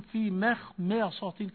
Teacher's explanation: في مخمصة الميم مرققة والخاء مفخمة والميم مرققة والصاد مفخمة، تلاقي الشيخ يقول في مخمصة كأنه بيعد الحروف عدا، كأنه بيعد الحرف ويقول لك أيها المستمع الكريم افهم بأن هذا الحرف مفخم أو مرقق.